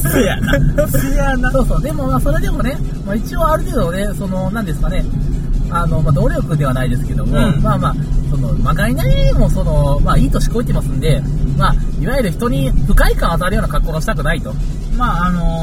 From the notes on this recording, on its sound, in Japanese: 久々の車内収録